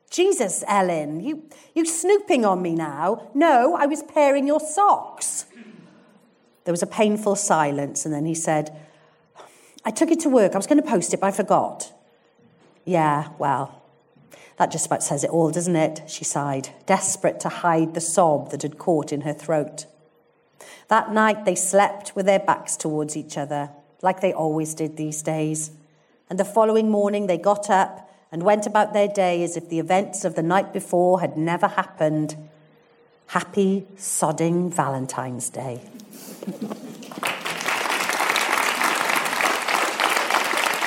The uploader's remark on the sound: In the run up to Christmas I'll be dropping two special live episodes recorded live at the Birmingham Literature Festival earlier this autumn. In front of a live audience at the Birmingham Rep.